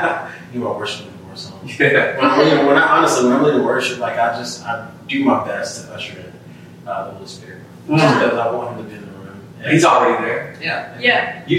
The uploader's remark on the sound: Pardon the poor audio quality this week as we had some issues with our equipment